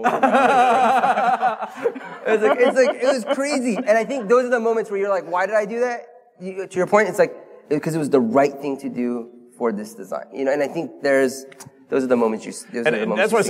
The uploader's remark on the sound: Conference talk: ‘Why innovation is rarely authorized’ panel from HOW Design 2019. This episode is a replay of a panel discussion about innovation.